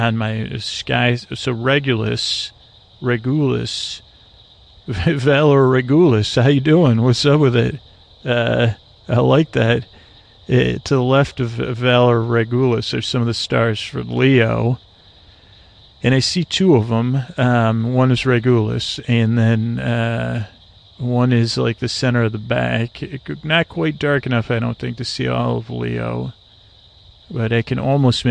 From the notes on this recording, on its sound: On Location. An ambient episode recorded on the edge of dusk in Florida. Listen and comment on the sounds of the swamp.